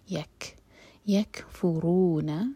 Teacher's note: کاف پر سکون ہے تو یہاں پر ہم حمز کریں گے، سانس جاری رکھیں گے